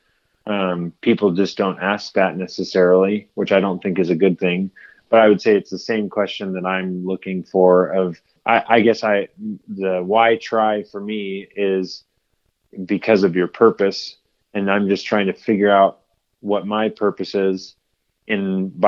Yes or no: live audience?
no